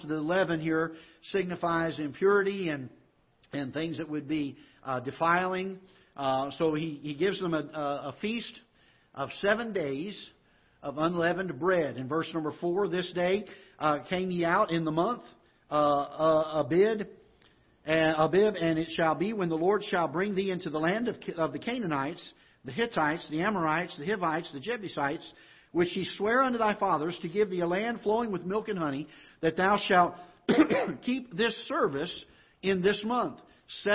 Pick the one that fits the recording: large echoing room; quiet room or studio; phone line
large echoing room